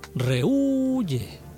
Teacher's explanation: La H nunca deshace un hiato. Tenemos ahí una vocal abierta, átona, como la E, y tenemos una vocal cerrada, tónica, como la U.